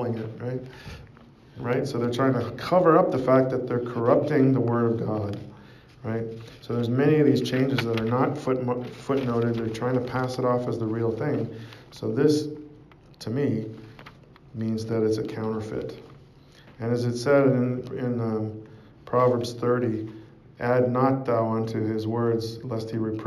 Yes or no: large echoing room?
yes